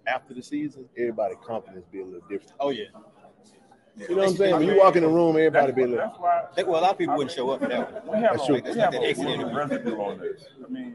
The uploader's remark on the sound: Live Interviews from SWAC Media Day